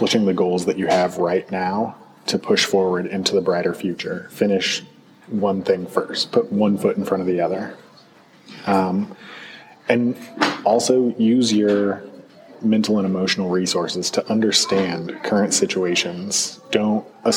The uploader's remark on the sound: Sound quality is a touch improved...possibly as good as we'll get inside a busy coffee shop. Originally recorded starting at the end of 2016, there’s a lot of growth to be found in the production quality.